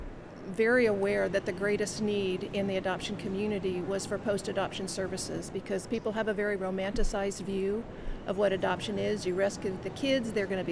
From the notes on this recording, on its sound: LIVE from CPE 2022!